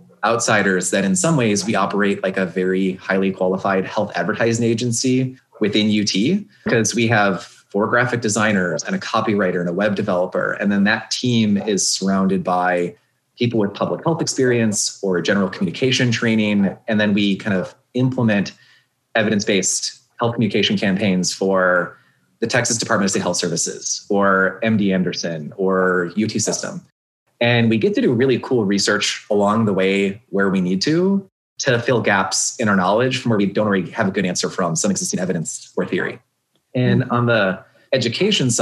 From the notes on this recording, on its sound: This episode was recorded on January 15th, 2021 via Zoom.